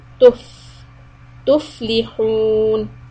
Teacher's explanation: Fa sukun, give it some time.